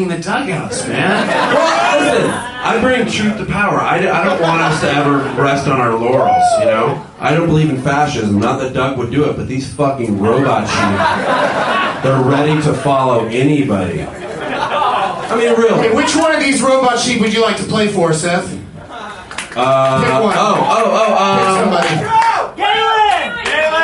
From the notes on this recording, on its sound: special edition podcast recorded live at The Del Close Marathon 2010 at UCB-NY